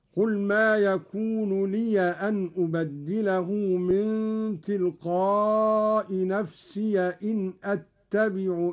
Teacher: قرأ قالون بفتح الياء من لي أن نفسي إن إني أخاف